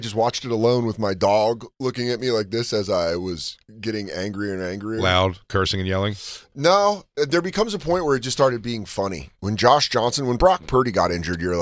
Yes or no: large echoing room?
no